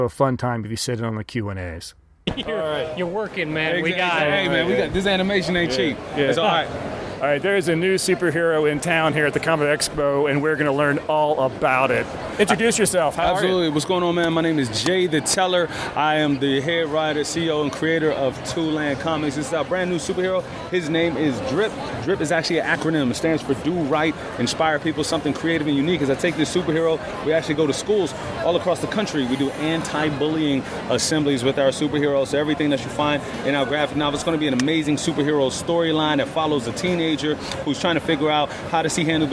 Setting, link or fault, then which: setting, busy venue